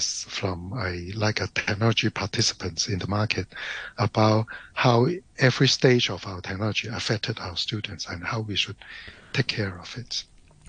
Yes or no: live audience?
no